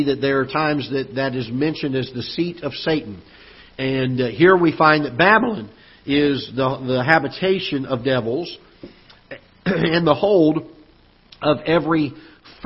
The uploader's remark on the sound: Ketha Heights Baptist Church ~ Live Broadcast